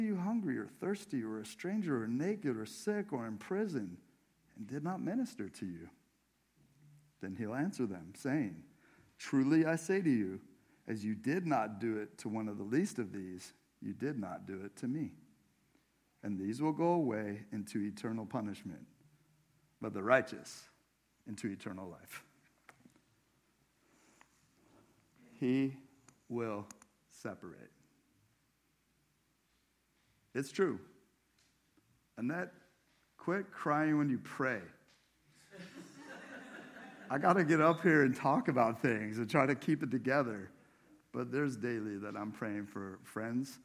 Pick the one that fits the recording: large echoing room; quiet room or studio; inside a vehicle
large echoing room